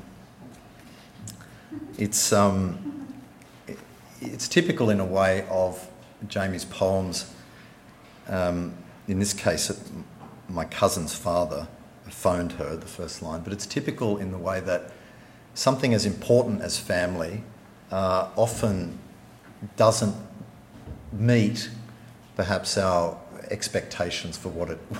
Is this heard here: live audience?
yes